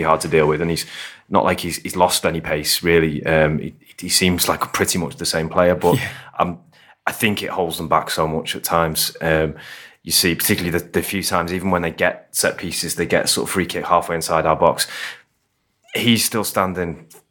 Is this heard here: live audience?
no